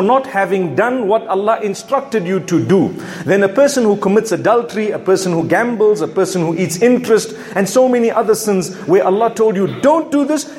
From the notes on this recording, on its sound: Friday Jumu&#8217;ah Lecture from Masjid Al Falaah in Harare Zimbabwe